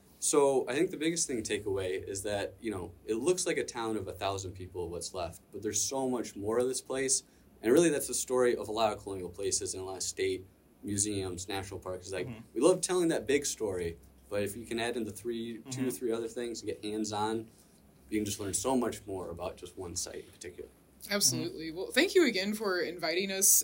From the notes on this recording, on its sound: Recorded live during the celebration of General James Oglethorpe's Birthday at Fort Frederica National Monument. We immerse our listeners in the vibrant atmosphere of this historical event.